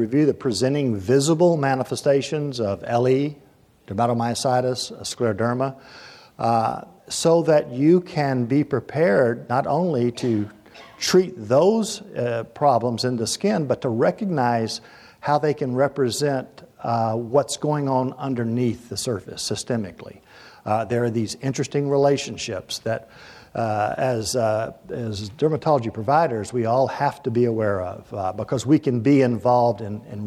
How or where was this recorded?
live audience